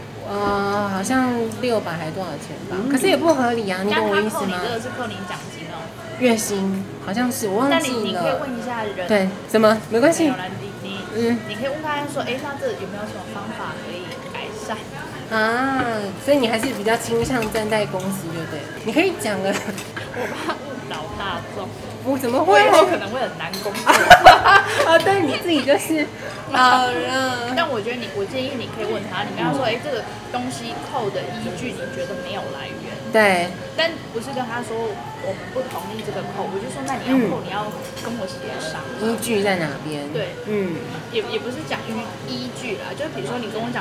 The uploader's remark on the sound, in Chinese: Lane 72 Bistro 英式餐酒館。本集首次嘗試在餐酒館內錄音。